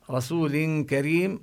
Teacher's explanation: يمد الواو مدا قليلا رسول كريم، وعند كريم يخفي تنوين الذي في رسول، يخفي التنوين لوجود حرف الكاف بعده.